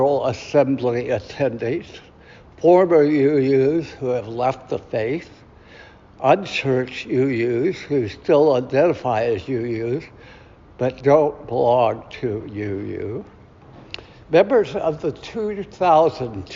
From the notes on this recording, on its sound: Recorded at Auckland Unitarian Church 7th May 2023.